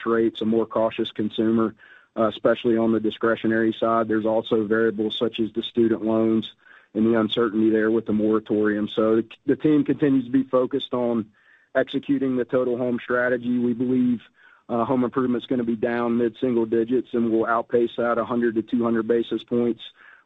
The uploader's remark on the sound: Q2 2023 Earnings Conference Call